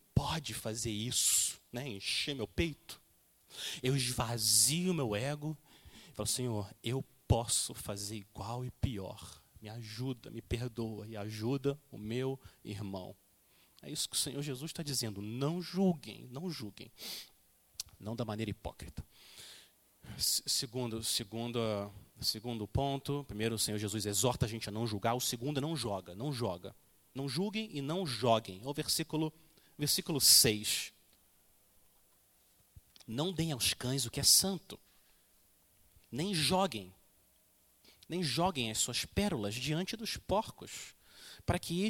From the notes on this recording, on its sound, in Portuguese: Mensagem gravada na Igreja Batista Jardim Minesota